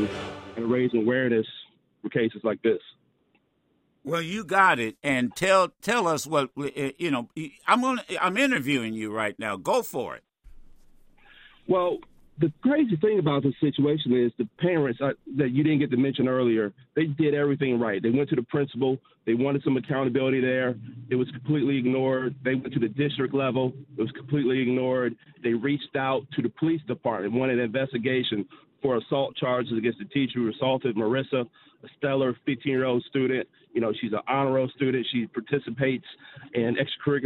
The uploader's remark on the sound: Attorney for 9th Grader in South Carolina Calls In To Discuss Case. Called into the Madison show and gives some more details about the case.